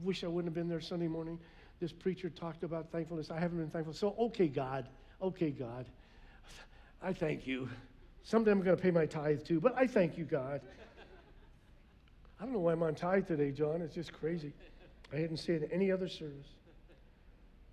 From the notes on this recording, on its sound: was preached on November 21st at the 11:30AM service